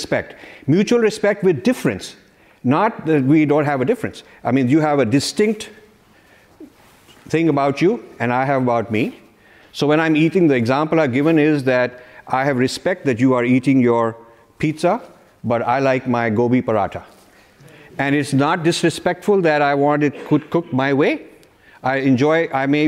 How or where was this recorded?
live audience